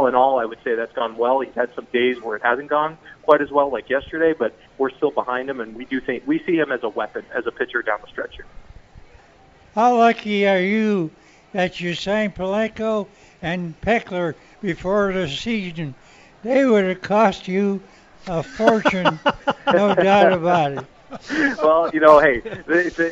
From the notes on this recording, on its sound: live at the state fair